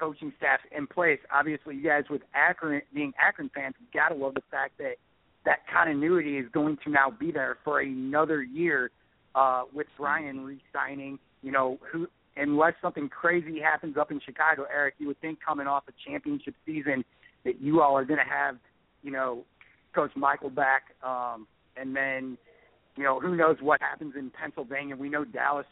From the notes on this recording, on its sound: Opens the phones for the fans of National Pro Fastpitch.